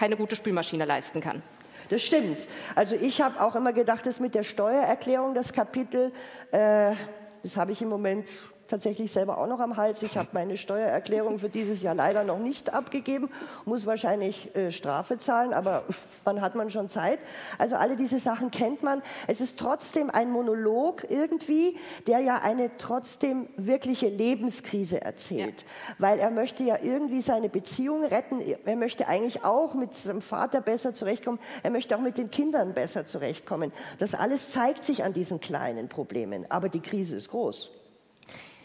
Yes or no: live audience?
yes